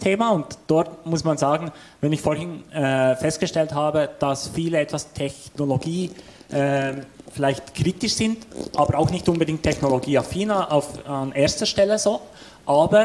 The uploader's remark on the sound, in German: Wir diskutieren in einem Live-Podcast-Format. Statt einer PowerPoint gibt es Bilder, statt Vorträgen ein Gespräch und Wissenschaft trifft Praxis.